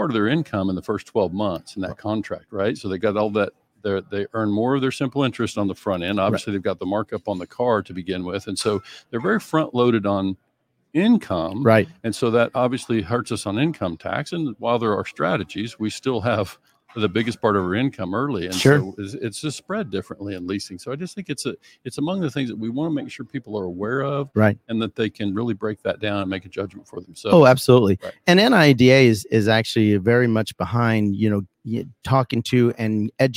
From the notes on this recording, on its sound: LIVE from San Diego for the LHPH Summit